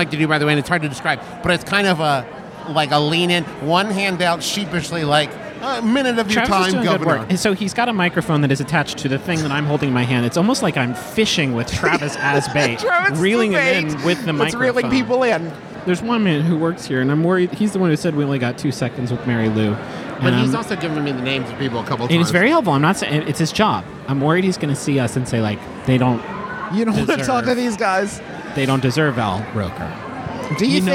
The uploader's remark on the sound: record an episode of our podcast from the red carpet event at the Broadway debut